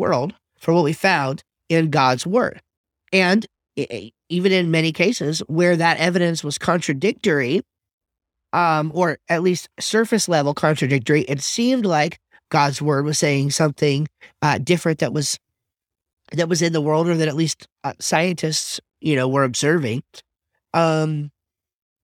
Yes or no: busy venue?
no